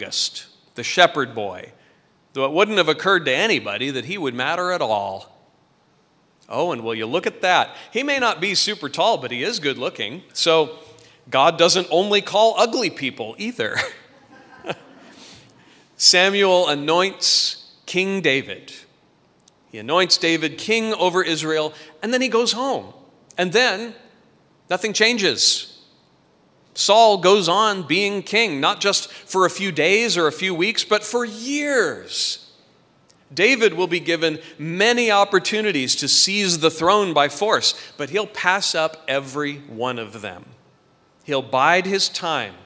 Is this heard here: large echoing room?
yes